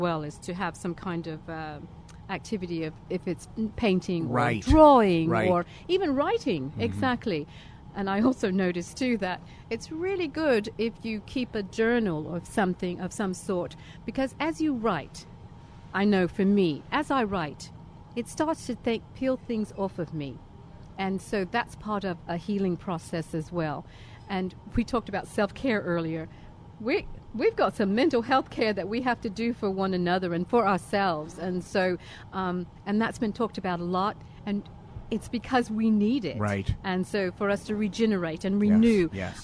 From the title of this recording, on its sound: Live From Union Rescue Mission